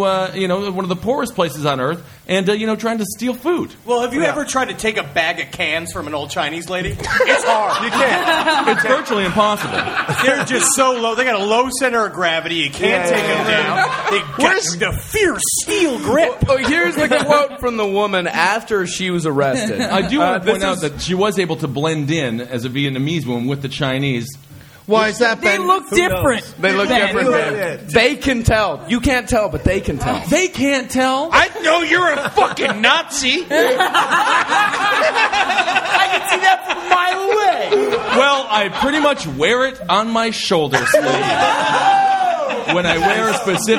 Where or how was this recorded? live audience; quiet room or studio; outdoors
live audience